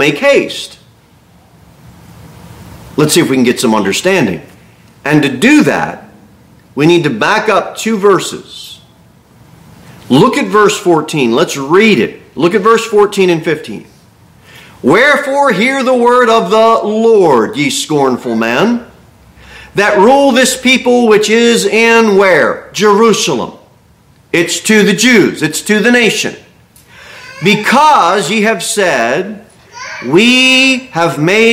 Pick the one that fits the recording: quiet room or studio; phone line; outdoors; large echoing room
large echoing room